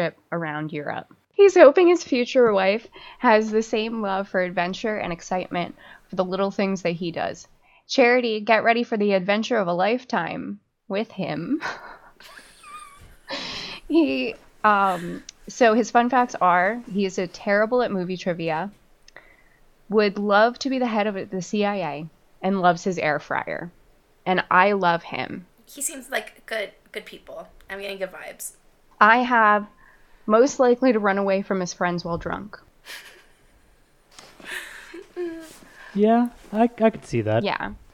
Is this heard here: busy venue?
no